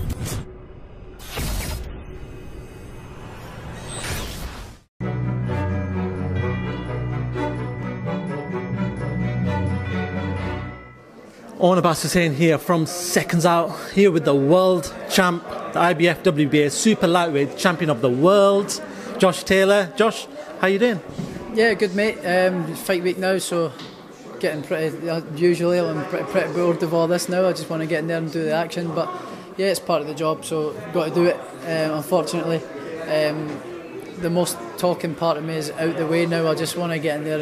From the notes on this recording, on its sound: Live press conference